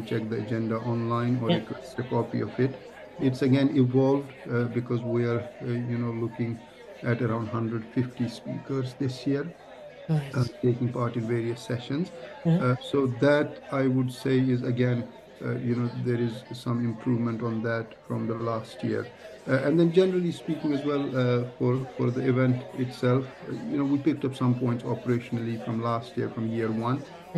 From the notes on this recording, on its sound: LIVE at Excel London - London EV Show 2023.